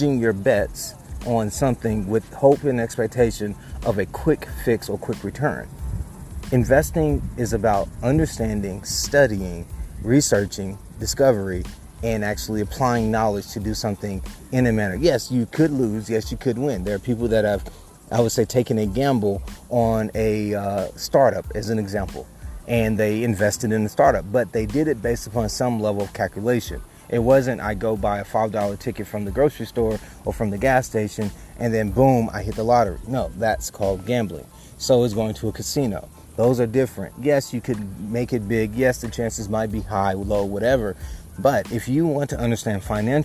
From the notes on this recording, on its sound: I recorded this while outside at a park so pardon the background noises.